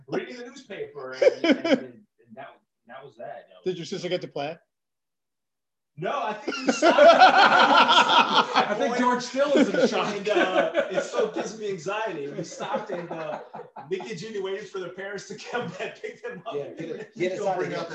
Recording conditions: poor microphone